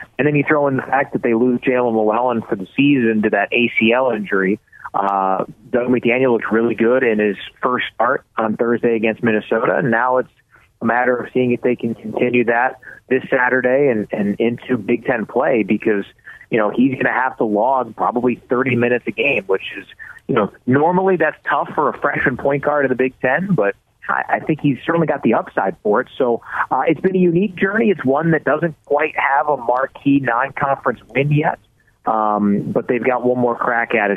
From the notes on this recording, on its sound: so we took your calls throughout the show